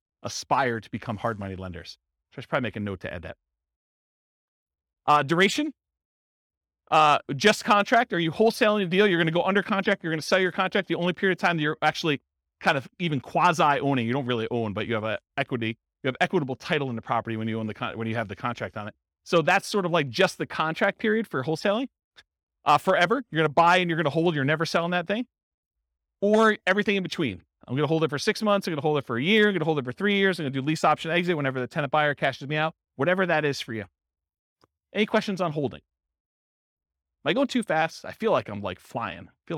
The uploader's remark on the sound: This was a live class recorded